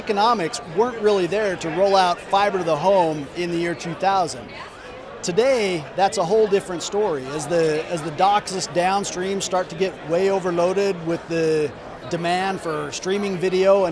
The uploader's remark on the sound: Live at IGNITE - the Independent Show. We are live at the NCTC/ACA Ignite event in Chicago.